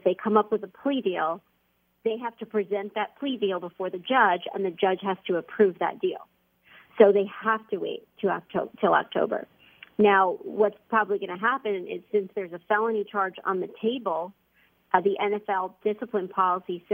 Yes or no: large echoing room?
no